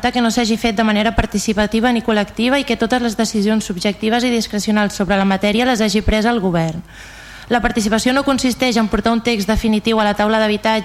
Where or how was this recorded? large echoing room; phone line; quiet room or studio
large echoing room